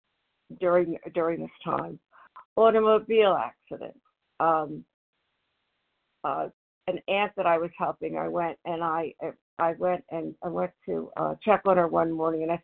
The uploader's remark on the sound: from the 100 Pounders Phone Meeting, 10/13/23